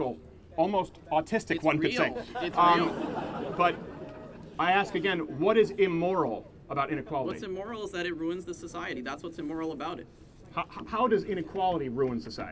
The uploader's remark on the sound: 'CHANGE MY MIND' LIVESTREAM! We take to the streets of Illinois.